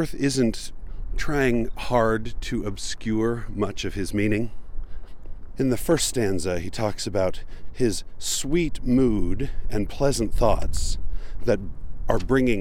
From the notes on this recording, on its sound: Recorded by the shore of Utah Lake on a windy but pleasant day. My favorite part of this recording is the sounds of the killdeer, which I wish were louder, but of course every time I got close they decided to fly away.